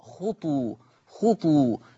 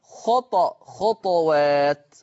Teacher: هكذا خطى، خطى، خطوات، خطى، خطوات. إذن حفص يقرأ بالضم خطوات، أما ورش فيقرأ بالإسكان مع القلقلة خطى، خطوات.